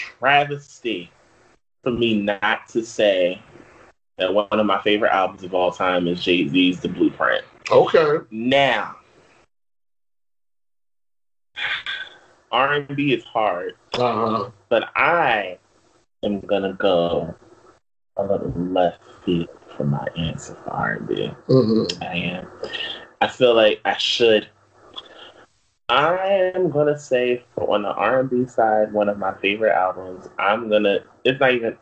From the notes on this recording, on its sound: slight issue with audio